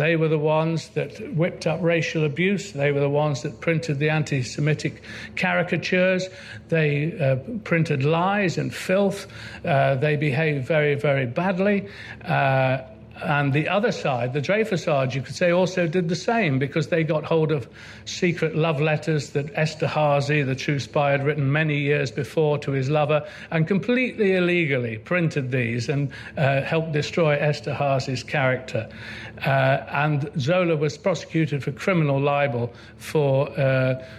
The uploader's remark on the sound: Recorded at Chalke Valley History Festival 2016.